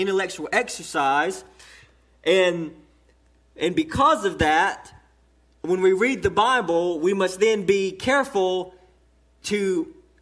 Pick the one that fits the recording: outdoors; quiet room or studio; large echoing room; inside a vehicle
large echoing room